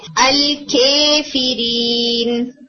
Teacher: اس کی ساؤنڈ اتنی ٹیڑھی پڑی جاتی ہے کہ اس میں 75% یا ہوتا ہے اور 25% الف ہوتا ہے · Term: امالہ